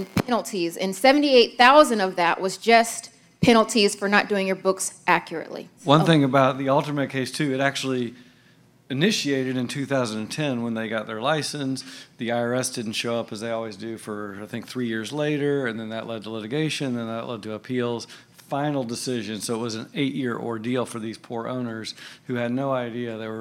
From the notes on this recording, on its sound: Todays podcast is the first part of our talk at the Cannabis Collaborative Conference back in January.